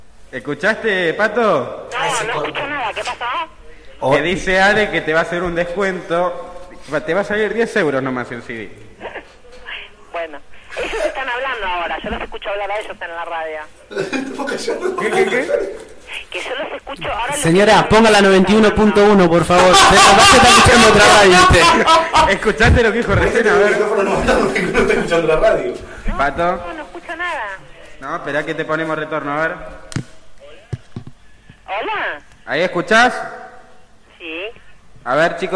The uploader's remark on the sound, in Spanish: se comunicó en vivo